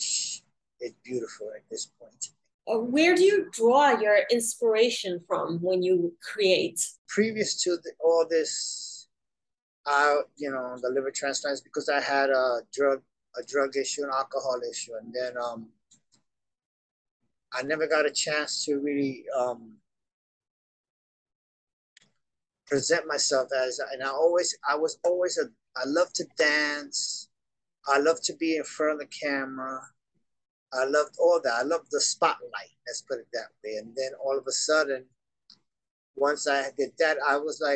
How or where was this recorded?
video call